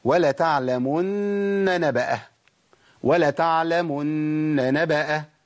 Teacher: لازم ابين ثلاث نونات، نون مشدده بقف عليها بحركتين، وبعد كده نون متحركه